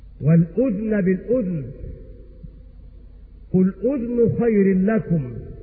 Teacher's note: ومعنى هذا أن كلمة الأذن سواء كانت معرفة أو نكرة قرأها نافع بسكون الذال